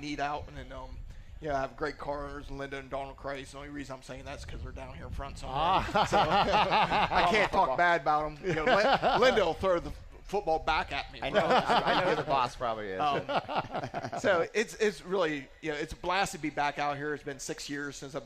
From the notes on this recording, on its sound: Winged Nation Live from the 59th Annual Knoxville Nationals. It is Night 1 of the Knoxville Nationals and Winged Nation is there LIVE!